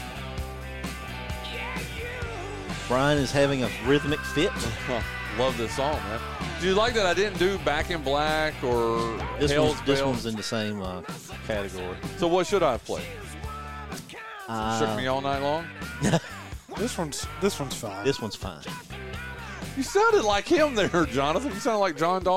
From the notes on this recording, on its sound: LIVE from North Wilkesboro